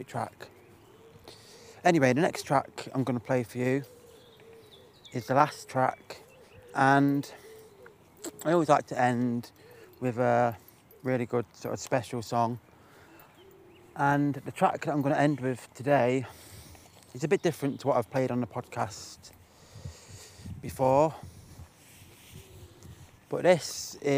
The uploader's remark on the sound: This episode was recorded whilst out walking the dog.